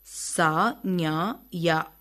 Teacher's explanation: சா, ஞா, யா ஆகியவற்றை நடுநா, நடு அன்னத்தை தொட உச்சரிக்கின்றோம். அதனால் இவற்றை அன்ன ஒலிகள் என்பர்.